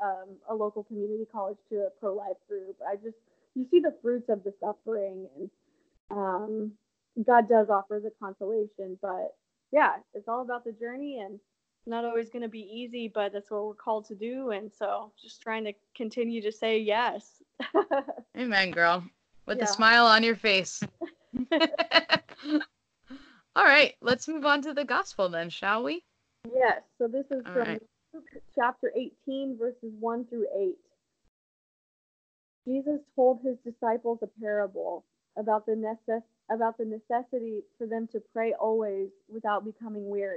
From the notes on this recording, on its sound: I apologize for the sound quality of this episode!